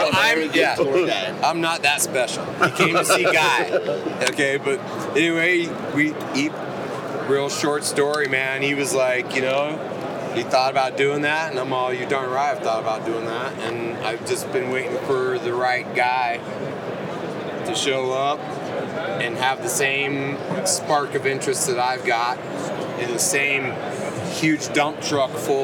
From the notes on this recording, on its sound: It was so good to be back at the Western Hunting and Conservation Expo in Salt Lake, recording live eps. From the Initial Ascent booth!